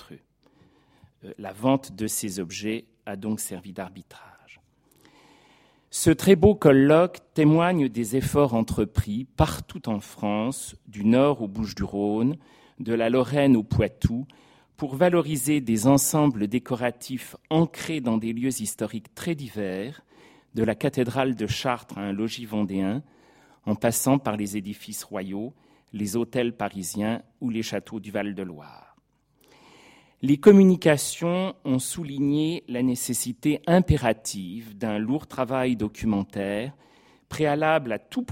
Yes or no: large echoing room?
yes